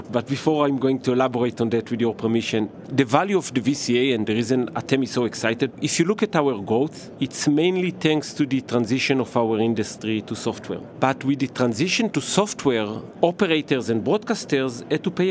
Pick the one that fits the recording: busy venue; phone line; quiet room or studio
busy venue